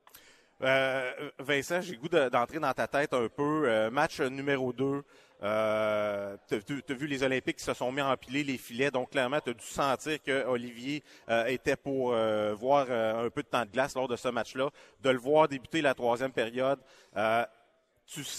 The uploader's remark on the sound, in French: En direct du Pêle-Mêle Pub de L'Agora